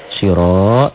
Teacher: tafkhim ro-nya tebel, baris di atas